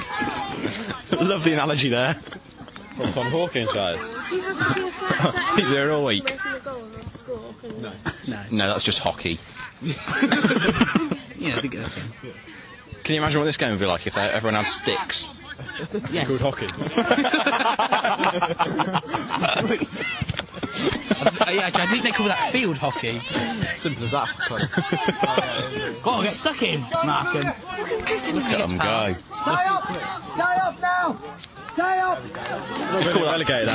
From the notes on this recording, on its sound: We took a mic down to Brackley Town's penultimate game of the season and commented on what was a thrilling encounter between two top young teams.